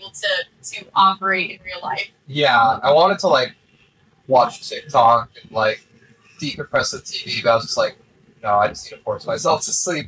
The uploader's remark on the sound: My hard drive failed shortly after this podcast was recorded. I've tried my absolute best to salvage these podcast files but unfortunately I had to take the sound from the camera recordings.